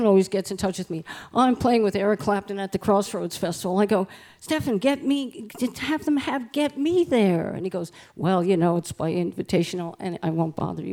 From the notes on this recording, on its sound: in performance at the Fur Peace Ranch recorded October 19, 2019